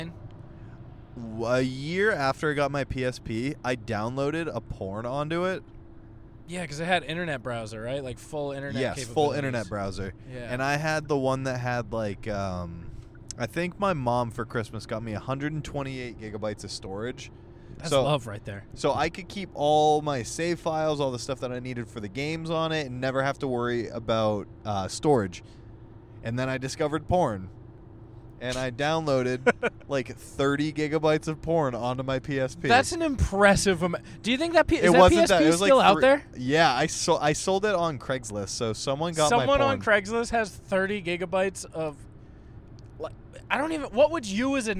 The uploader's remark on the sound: Car ride convos live from the road on their way to the Inner Circle Meetup.